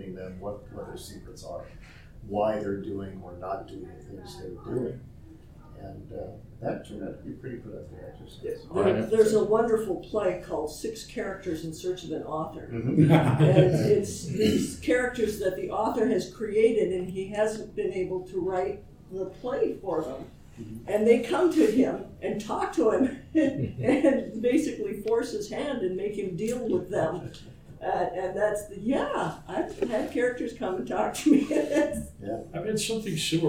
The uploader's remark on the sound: Recorded live at TusCon. Panel Room 1.